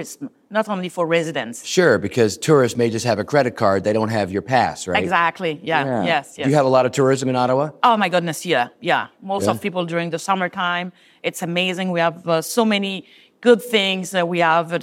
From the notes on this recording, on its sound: interview recorded at the UITP Global Summit in Barcelona